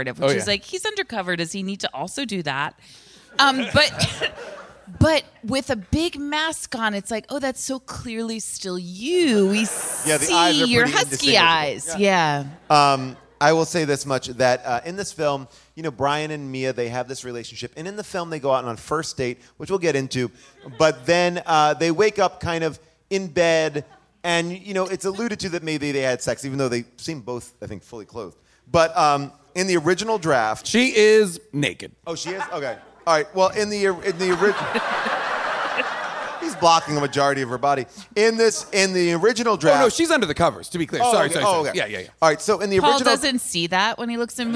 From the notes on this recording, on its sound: LIVE from Largo in LA